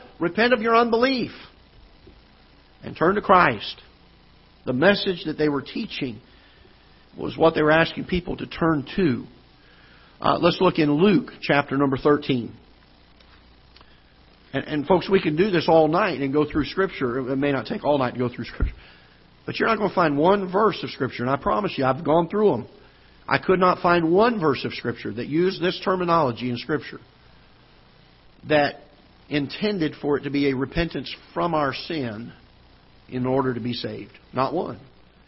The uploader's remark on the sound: Ketha Heights Baptist Church ~ Live Broadcast